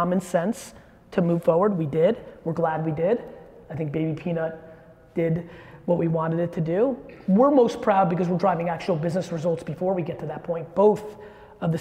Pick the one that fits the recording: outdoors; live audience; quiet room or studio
live audience